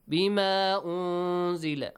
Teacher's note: بما أنزل. You can stretch the sound of بما for 6 counts, 4 counts, or 2 counts.